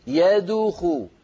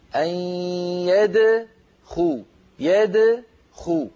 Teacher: والدال ساكنة مقلقلة، الضمة للخاء التي بعدها · Shown in: second take